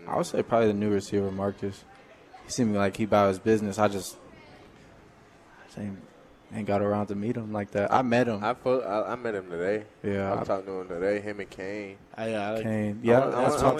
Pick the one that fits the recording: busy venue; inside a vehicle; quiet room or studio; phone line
busy venue